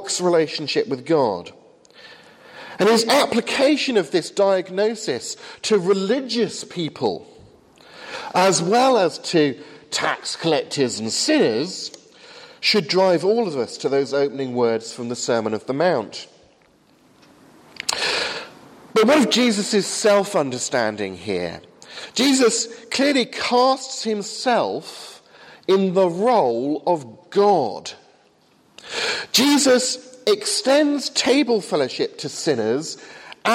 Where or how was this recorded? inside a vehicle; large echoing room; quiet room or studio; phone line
large echoing room